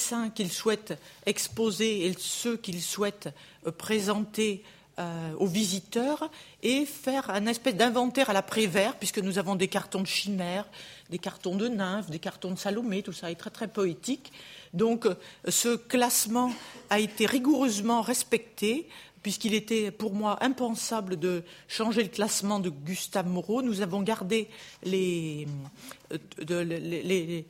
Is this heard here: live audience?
yes